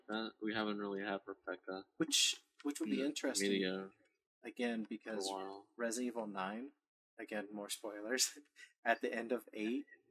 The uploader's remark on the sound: Excuse the poor audio and many other flaws. This is as amateur as can be.